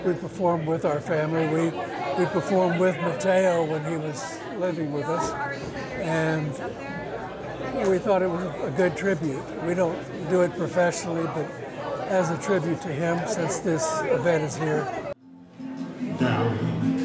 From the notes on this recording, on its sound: PLANO, Texas - Over a dozen patrons gathered at II Brothers Grill and Bar to hear live music and enjoy appetizers with friends and family. They had to sing over the chatter of regular patrons and audio glitches. Raffle drawings took place between performers.